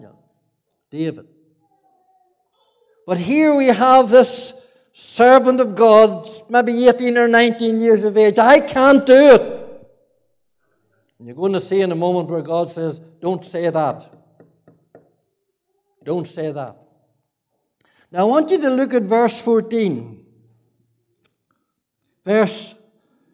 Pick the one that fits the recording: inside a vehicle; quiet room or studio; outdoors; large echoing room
large echoing room